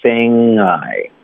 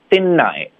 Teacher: 这是一个后鼻音，大家注意不要用舌尖 · Shown in: first take